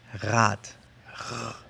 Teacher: al inicio sí pronunciamos la R, con un sonido que se produce en la garganta